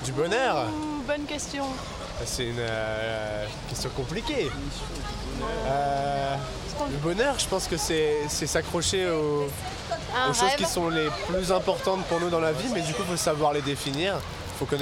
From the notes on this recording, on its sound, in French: Micro Trottoir. Je me suis dit que ça serait pas mal du tout d’aller poser la question aux principaux intéressés a savoir vous.